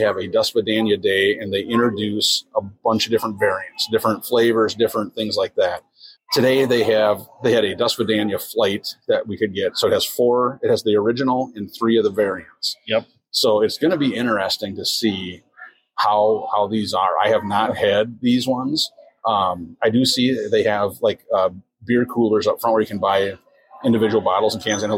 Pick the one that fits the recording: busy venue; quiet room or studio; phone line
busy venue